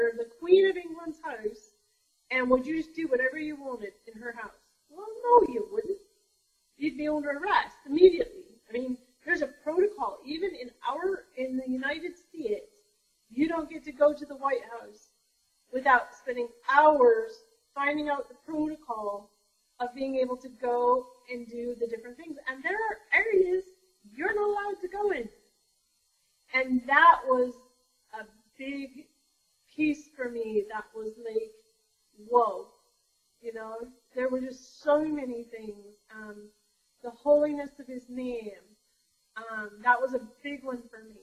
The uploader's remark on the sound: Did my best to salvage the archived recording. We had some technical issues.